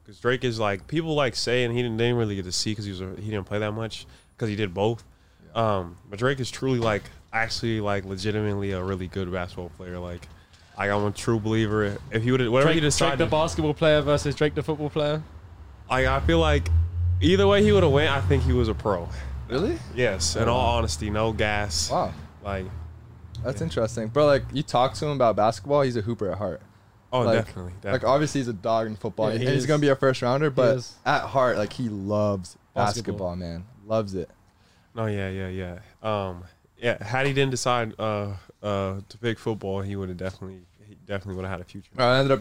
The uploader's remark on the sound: joins the boys in the truck